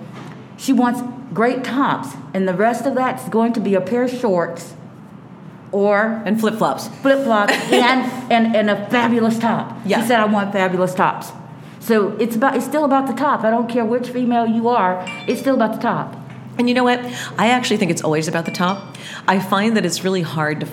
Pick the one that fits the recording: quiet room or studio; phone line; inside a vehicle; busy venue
busy venue